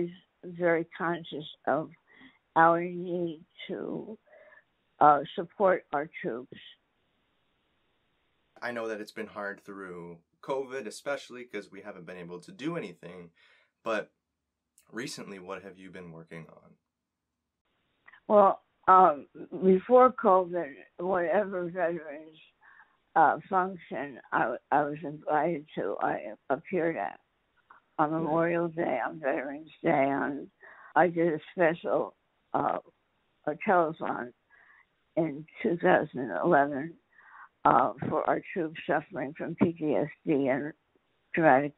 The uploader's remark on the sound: joins me over the phone